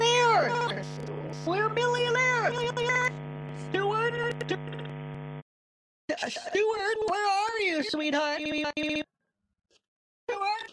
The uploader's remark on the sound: Things start to get pretty wild when my husband experiments with microwaves that cause my phone to glitch at the worst possible moments. Throughout the call. Deal with horrible glitching, both on the computer and over the phone thanks to her husband daisy chaining microwaves together in an attempt to create the world’s first macrowave.